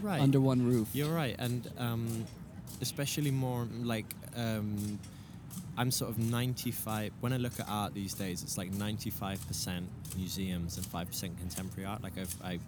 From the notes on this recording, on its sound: From Frieze Art Fair. They recorded on the outside grounds surrounded by festive art fair goers in a beautful sunny, breezy day.